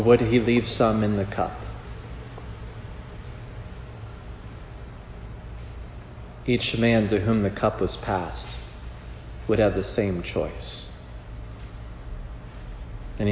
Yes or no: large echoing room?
yes